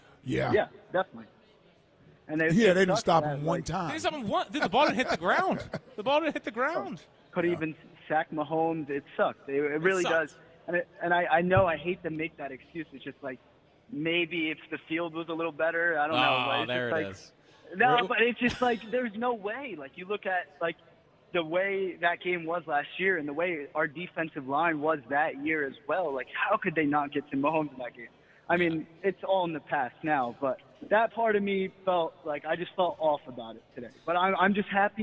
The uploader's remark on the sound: Live from Chickies in South Philadelphia